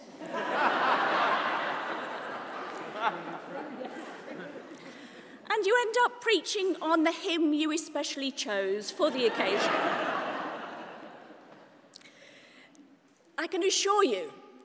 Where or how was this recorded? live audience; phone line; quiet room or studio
live audience